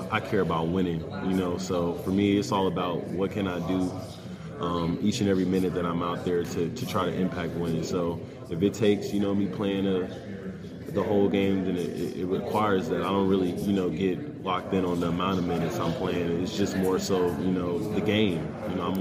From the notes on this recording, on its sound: for an interview during the ACC Tipoff event October 12